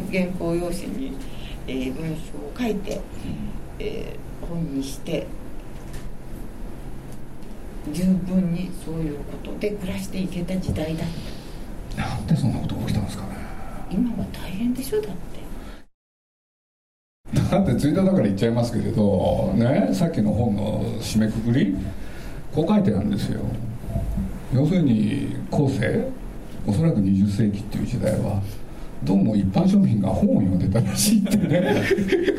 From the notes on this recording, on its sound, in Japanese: 三省堂書店池袋本店4階にて行われた。